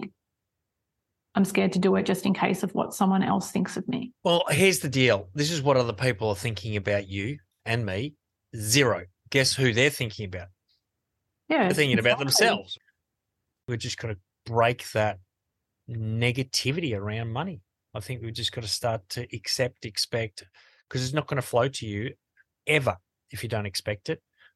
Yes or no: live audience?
no